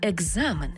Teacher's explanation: Тому слово написано через «к» і «з». А в транскрипції і у вимові будемо чути «г» і «з». Екзамен, тобто дзвінкий плюс дзвінкий.